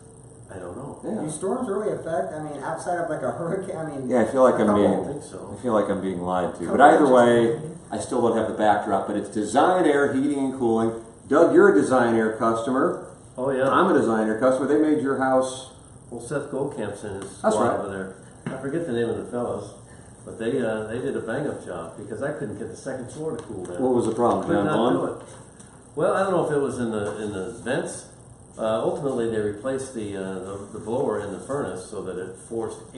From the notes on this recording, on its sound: Live From Spring Training